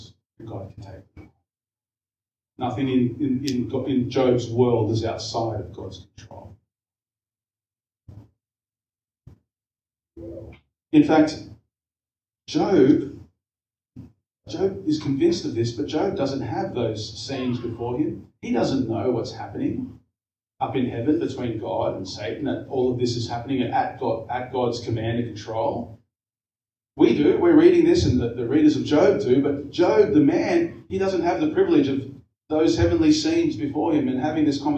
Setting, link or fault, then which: fault, poor sound quality